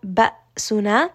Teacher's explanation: The ha here is going to be a two count mad. Ba'suna, Hamza here has jahr. So give it a little bit of that sharpness, a little bit of that abruptness on that letter Hamza.